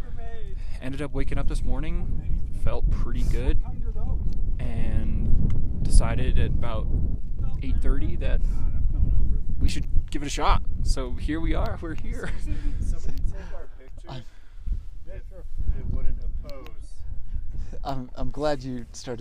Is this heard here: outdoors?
yes